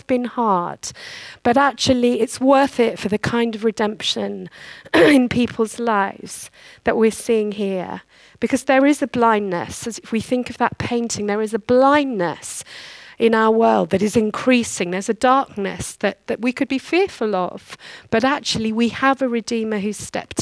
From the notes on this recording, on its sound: Recorded on 13/12/2015 at our Moseley gatherings